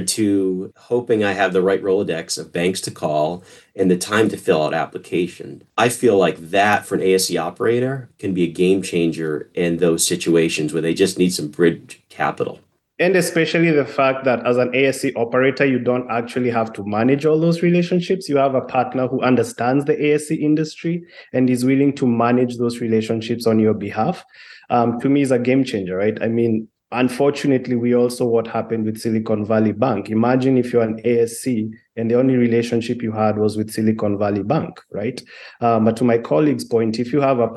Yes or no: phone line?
no